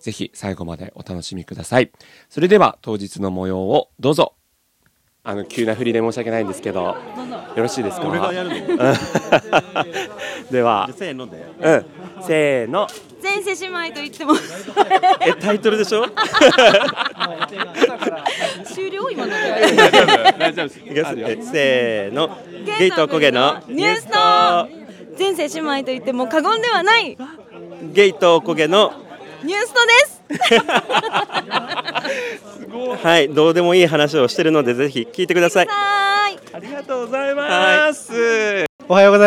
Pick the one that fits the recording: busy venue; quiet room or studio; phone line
busy venue